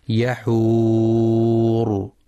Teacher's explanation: يحور هكذا يحورا، قياسا على ما قبلها مسرورا وما بعدها بصيرا، والصواب الوقف عليها بالراء الساكنة المفخمة يحور